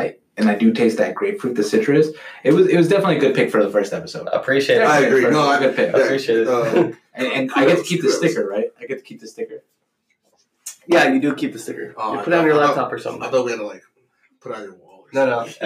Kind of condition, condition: fault, poor microphone